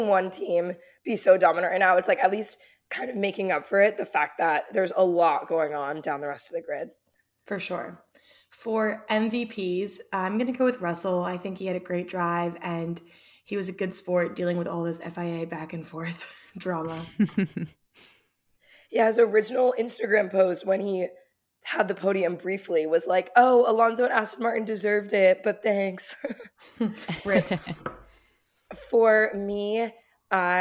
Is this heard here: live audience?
no